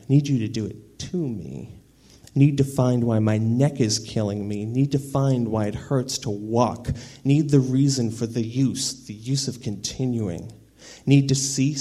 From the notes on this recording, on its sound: live at the Inferno, Madison, Wisconsin, March 2000.